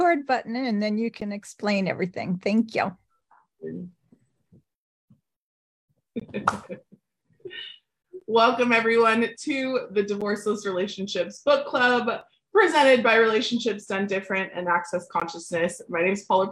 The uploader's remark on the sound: The recordings of a recent zoom. As part of the Divorceless Relationships book club.